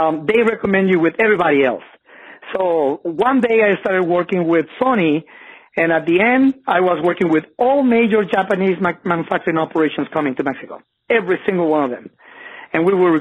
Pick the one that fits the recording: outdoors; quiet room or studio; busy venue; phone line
phone line